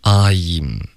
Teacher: 你听到 E,后面你的嘴唇才能合上发一个 I'm · Term: 双元音